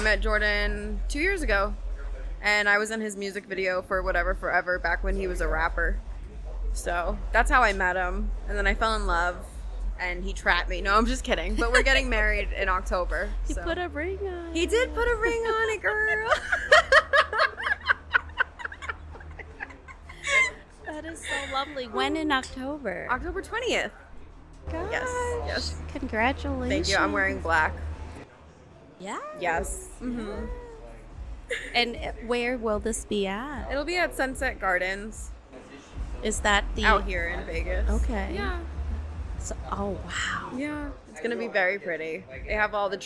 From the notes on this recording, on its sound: In this special episode, recorded live at Jackpot Bar & Grill in Las Vegas, NV.